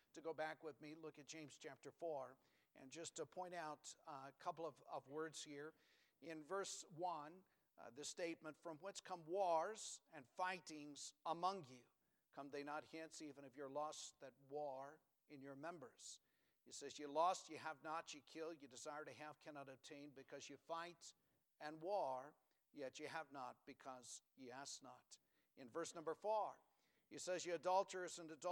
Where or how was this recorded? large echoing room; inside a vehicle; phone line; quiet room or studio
large echoing room